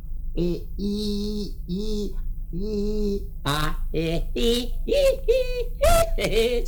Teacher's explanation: Sunetul I apropiind încă și mai mult maxilarele unul de altul. E, I, I, A, E, I, I, I, I, ce frumos!